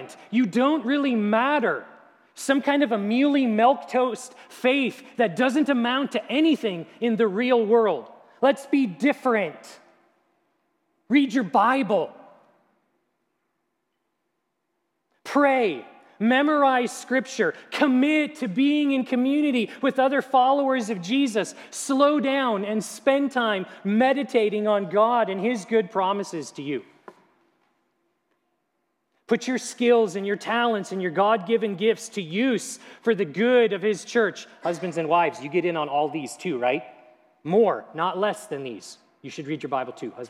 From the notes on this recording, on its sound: at Grace City Church in Fargo, North Dakota